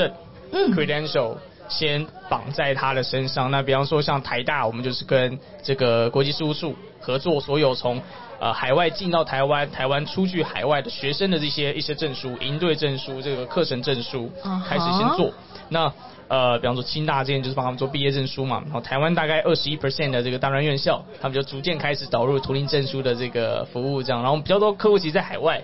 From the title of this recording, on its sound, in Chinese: VISION 2022 臺大校園徵才博覽會-Live Podcast